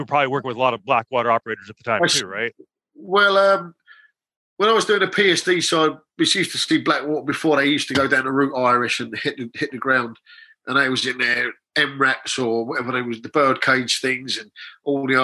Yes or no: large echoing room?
no